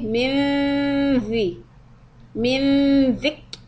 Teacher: So here the noon of ikhfa is followed by letter dhal. So what we will do is place the tip of the tongue under the front teeth for letter dhal and do the ghunna for the ikhfa there.